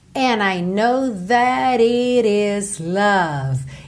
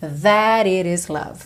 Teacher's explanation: Então esse T, tanto do that, o T final do that, quanto do it, viraram rarara, muito comuns na pronúncia americana